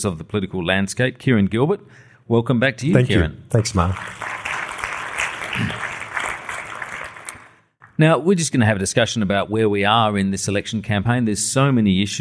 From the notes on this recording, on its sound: This special live recording of Democracy Sausage.